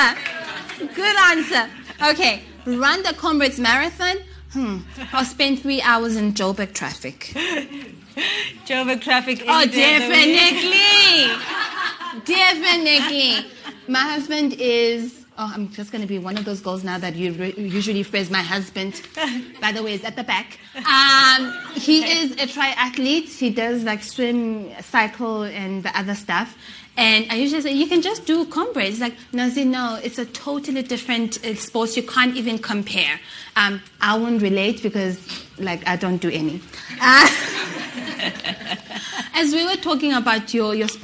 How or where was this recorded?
live audience